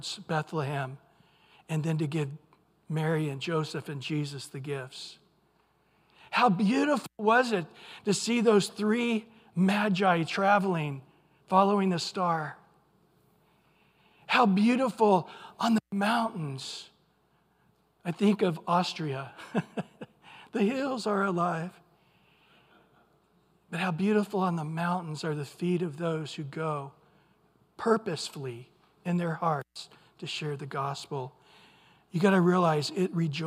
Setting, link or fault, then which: setting, large echoing room